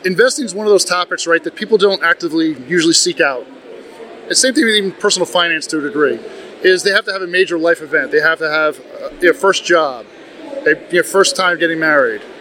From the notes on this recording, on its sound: Recorded LIVE at FinCon 22. We apologize for the crowd noise in the background.